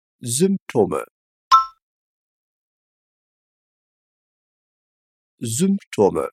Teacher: Porque tem um som de U umlaut, por mais que ela seja escrita com Y. Lembra que o som do Y no alemão é o mesmo do U com a trema.